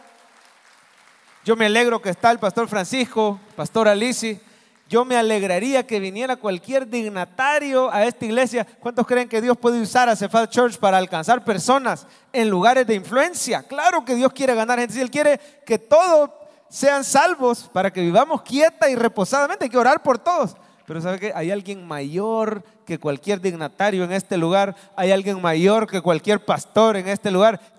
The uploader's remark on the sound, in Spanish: Mensaje predicado en vivo desde el Centro Familiar de Adoración, Viernes Santo 2023